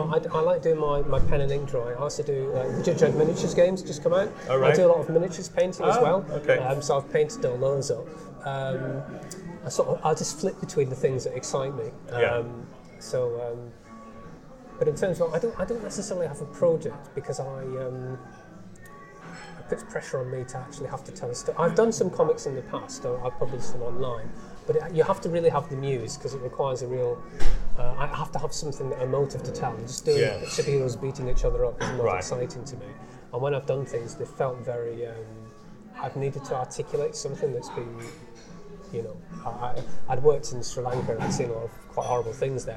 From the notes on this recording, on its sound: I took my mini recorder to a slightly noisy coffee shop in Cambridge